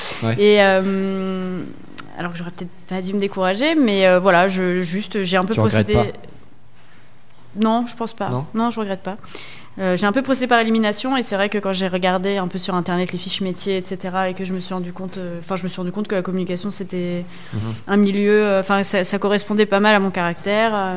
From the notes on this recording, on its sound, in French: Interview réalisée en direct samedi 2 février 2019, lors du 2nd Forum de l'orientation du LRB.